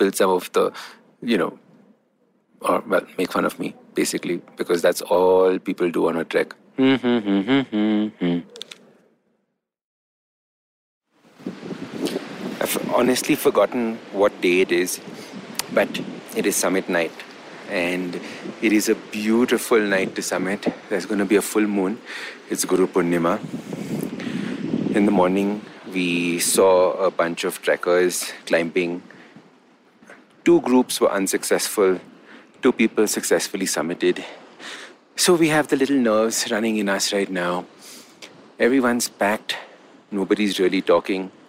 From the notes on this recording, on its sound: live expedition trekking experience in the form of an audio blog from the Kang Yatse 2 Trek, also known as the 'Markha Valley Trek'